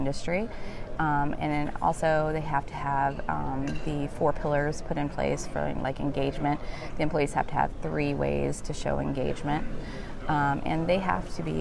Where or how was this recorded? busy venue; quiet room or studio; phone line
busy venue